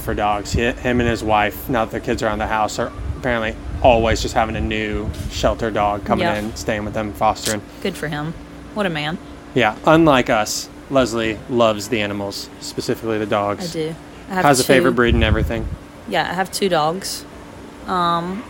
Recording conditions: wind noise